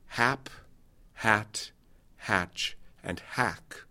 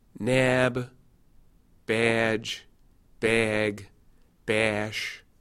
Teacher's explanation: if the following sound is a b, a j, a g, a sh, a j, a th, a z, or a v, then you get an e, a tighter, brighter, and maybe a slightly shifting e sound · Shown in: second take